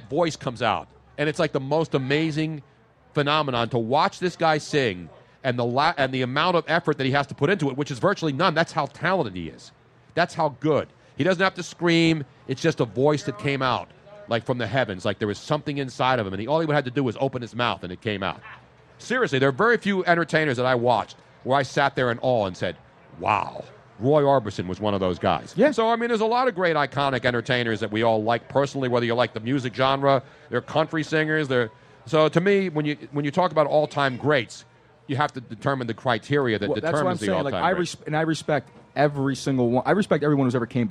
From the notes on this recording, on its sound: LIVE from the Original Tony Luke's in Sphilly for an A.B.A.T.E. MarineCorp, ToysForTots Event.